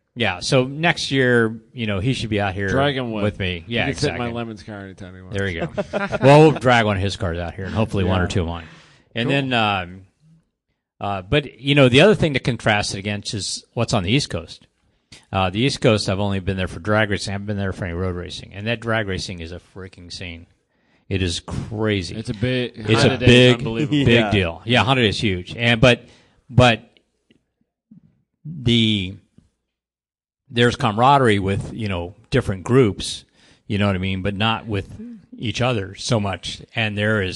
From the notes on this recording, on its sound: Live from HondaMeet15